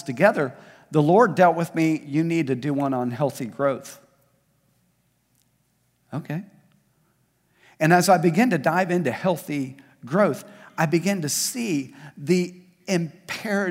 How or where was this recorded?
large echoing room